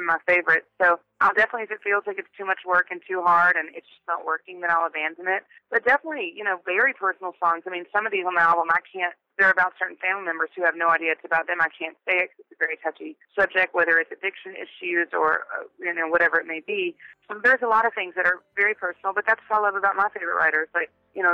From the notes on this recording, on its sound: We caught up with her over the phone